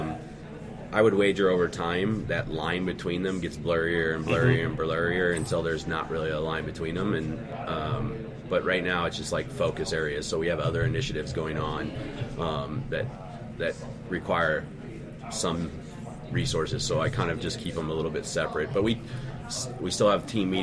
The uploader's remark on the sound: recorded on the floor of Cloud Foundry Summit 2019 in Philadelphia